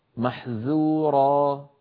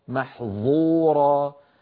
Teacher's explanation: الذال والظاء من المخرج نفسه، الفرق بينهما أن الذال منفتحة. ولو نطقناها مطبقة مفخمة صارت محظورة فغيرت المعنى.